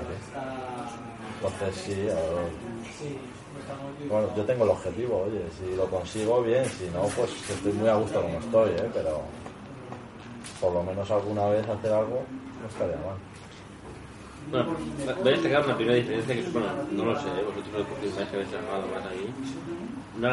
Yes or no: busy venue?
yes